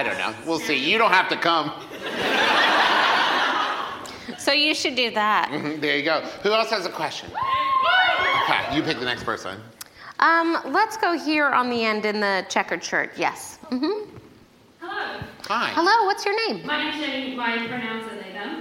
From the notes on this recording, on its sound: LIVE at London Podcast Festival. Part two of the live episode we recorded at London Podfest!